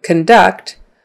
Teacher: So a verb, conduct, is with the schwa, k. I'm going to conduct the meeting tomorrow.